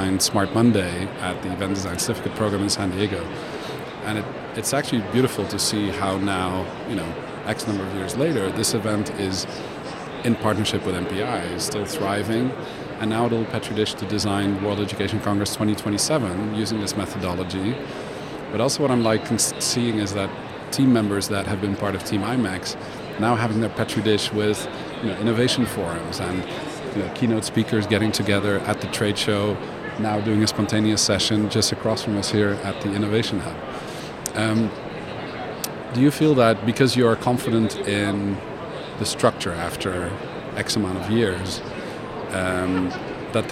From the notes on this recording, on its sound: Live from #IMEXAmerica